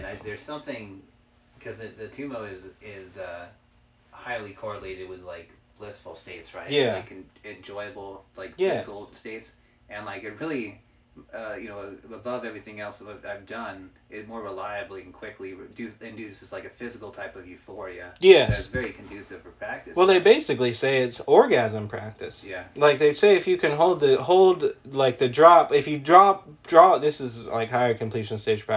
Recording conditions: poor sound quality